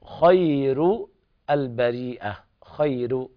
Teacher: الراء ترقق بالنسبة لرواية ورش